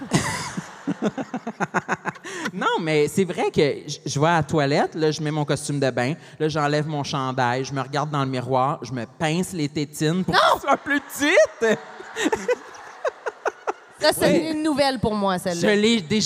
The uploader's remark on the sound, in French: LIVE à Montréal! L'enregistrement s'est déroulé devant 1200 personnes dans une église pleine à craquer à Montréal durant la canicule, sans air climatisé. Il fait donc 4000 degrés sur place.